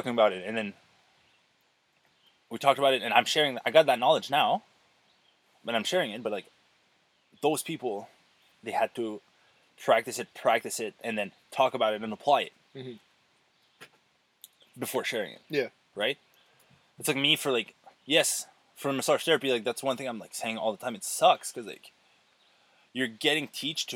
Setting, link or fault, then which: setting, outdoors